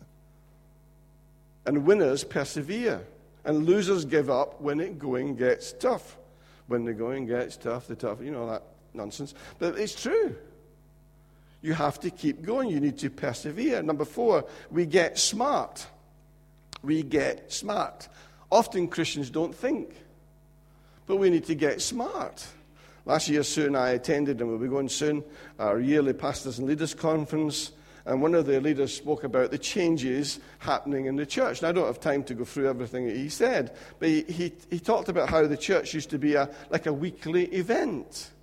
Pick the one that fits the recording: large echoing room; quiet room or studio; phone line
large echoing room